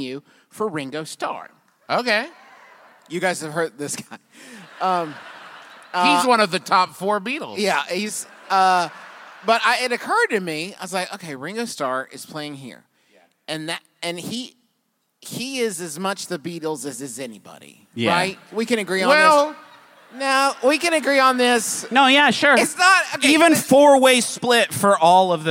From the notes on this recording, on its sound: Face 2 Face. LIVE from beautiful San Jose.